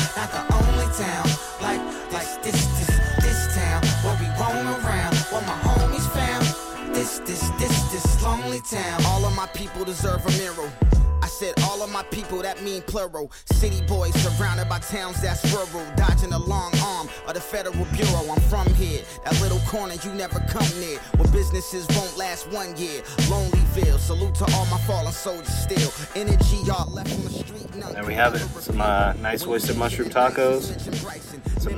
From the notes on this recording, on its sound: Live from the San Joaquin River. As he cooks up some Oyster Mushroom Tacos (Fresno River Tacos).